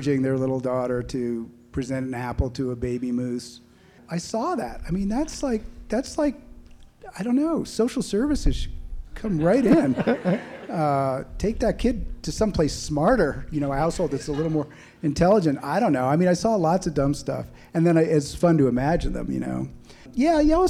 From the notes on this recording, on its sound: This episode was recorded in front of a live audience at the Boulder Bookstore.